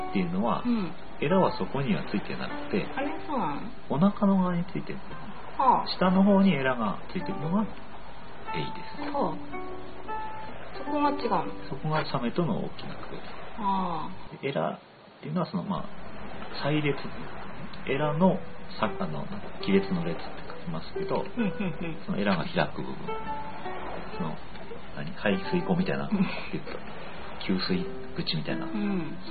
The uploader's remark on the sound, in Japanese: しかし2周目は波のBGMが雑音になっちゃって聞きにくいですね。